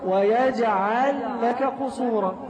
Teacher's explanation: فتقرأ كأنها لام واحدة مشددة